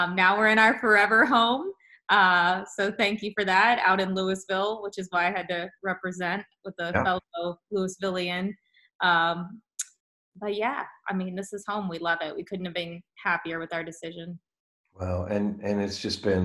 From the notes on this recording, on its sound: via Zoom